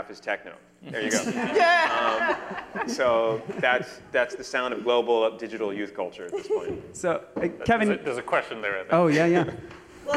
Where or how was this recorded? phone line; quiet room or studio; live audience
live audience